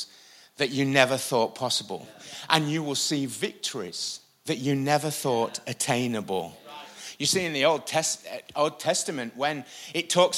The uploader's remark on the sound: IKON Church. Recorded live at the Chesterfield Campus this is the message from the evening service on the 16th February 20.